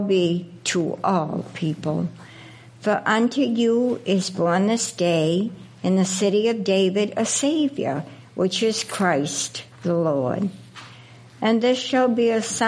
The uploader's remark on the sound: First Congregational Church of Clinton, MA -- Christmas Eve Service